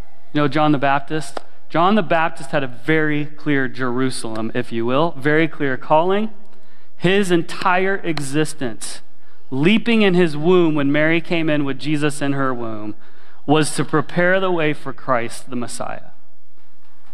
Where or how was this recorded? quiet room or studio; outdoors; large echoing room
large echoing room